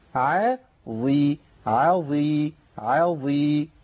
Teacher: والظاء مكسورة عندي في أدنى مراتب التفخيم بتاعتها · العين مفتوحه عندي هنا مش محتاجه مني ان ابالغ في ترقيقها